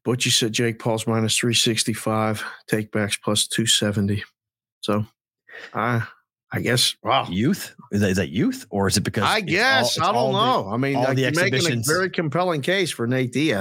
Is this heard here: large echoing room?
no